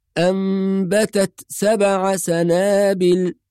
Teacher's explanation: أيضا بعض الناس لما يقرأ التاء بالإظهار والهمس يفصل بين التاء وبين السين فيقول مثلا أنبتت سبع سنابل، يأخذ نفس أو يسكت أو يفصل، وهذه كلها أخطاء في التلاوة. والصواب إظهار التاء ساكنة مع الهمس والانتقال منها إلى الحرف الذي بعدها بدون فصل أو سكت، فنقول أنبتت سبع سنابل.